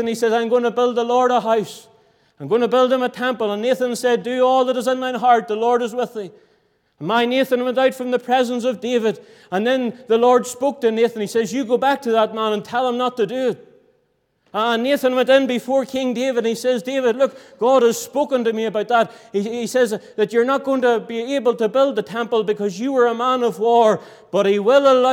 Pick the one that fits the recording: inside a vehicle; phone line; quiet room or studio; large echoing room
large echoing room